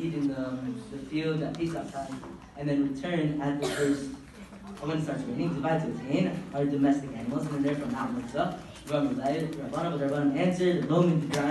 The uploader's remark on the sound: Live from Yeshivat Noam! In my school Yeshivat Noam at the Daf Yomi club during lunch where around 100 Talmidim attended.